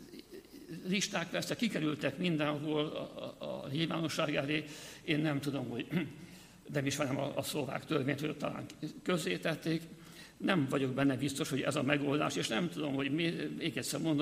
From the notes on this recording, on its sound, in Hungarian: Az Eötvös Csoport és a Társadalmi Reflexió Intézet 2018. Január 17-i "Múltfeldolgozás, ügynökügyek, emlékezetpolitika" című rendezvényének felvétele.